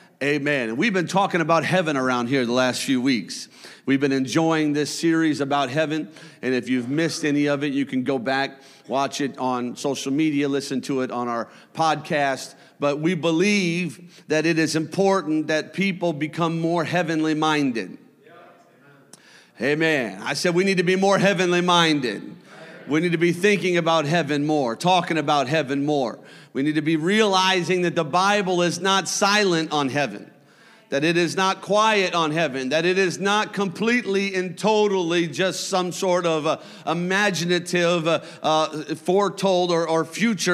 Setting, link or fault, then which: setting, large echoing room